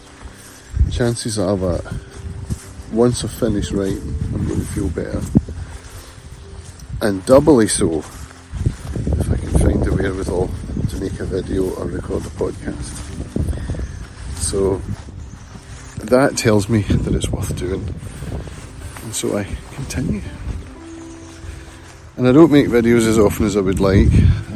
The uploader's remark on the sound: I recorded this in the field of gold when I was out walking Clover this morning.